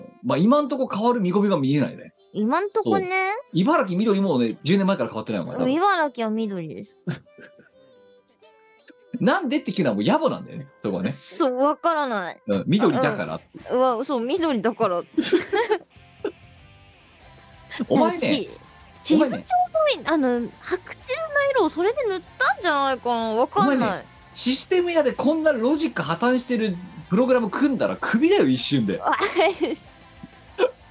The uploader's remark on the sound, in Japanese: 本番組はリモート収録です。収録時環境の影響により、全体的に聴き取り辛くなっております。途中で色々とノイズ等入りますが、収録時のものです。